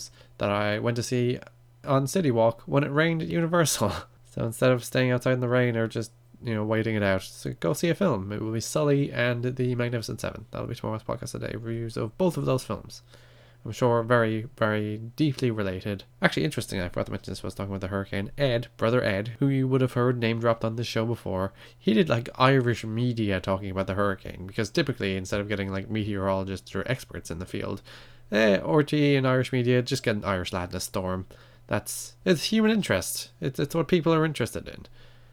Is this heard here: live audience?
no